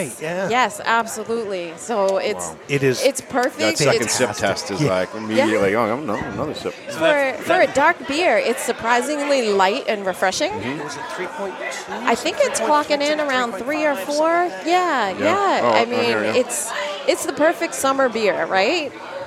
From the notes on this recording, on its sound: At the Culture on Tap Festival